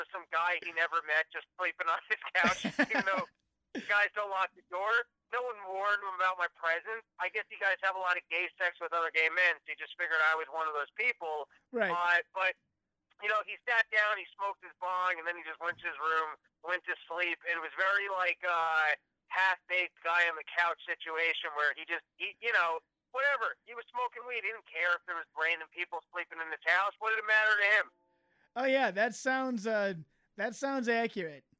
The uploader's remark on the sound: joined via phone